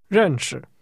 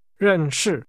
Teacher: Northerners will pronounce the word that means to be acquainted with as 认识, falling in neutral tones · Shown in: first take